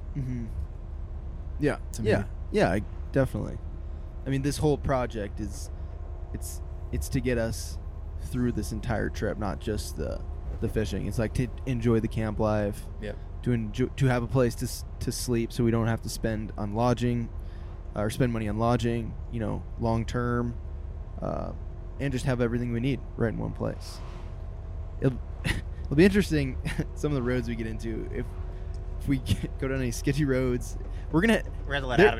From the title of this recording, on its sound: PODCAST IN THE BUS